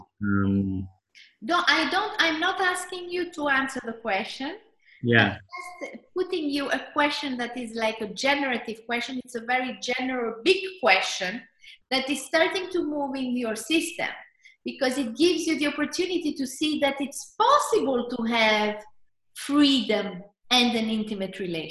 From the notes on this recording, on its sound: This is a recording taken from my last webinar.